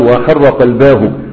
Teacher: فوصل وحركها بحركة الضمير مع انها هاء سكت، المفروض يقول وحرق الباء والاصل فيها ان تكون ساكنة.